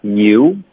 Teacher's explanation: you 开头的 you 没有变化，不过会有这个撅嘴的动作，是个滑动